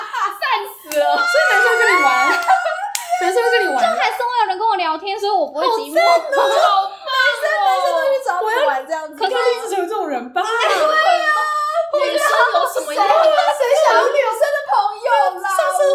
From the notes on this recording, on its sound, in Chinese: 在80坪大四房錄音，空間感有夠重跪求大家見諒。